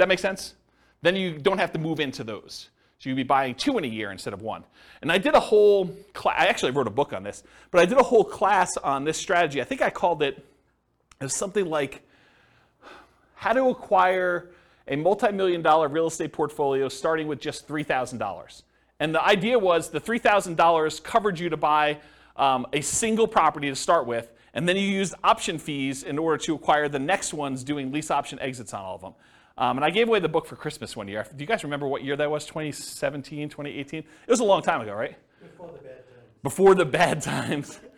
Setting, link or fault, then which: setting, live audience